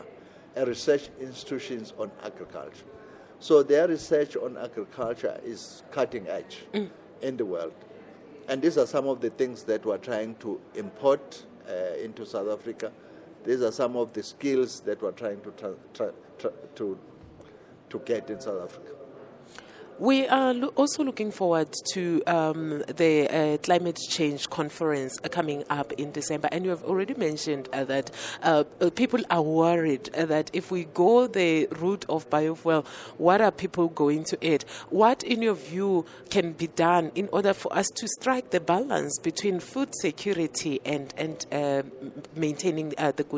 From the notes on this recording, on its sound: He spoke to Ubuntu Radio on the sidelines of BRICS Summit in Sandton, South Africa.